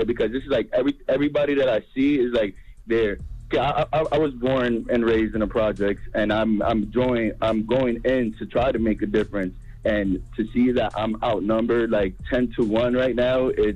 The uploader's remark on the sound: So we opened up the phone lines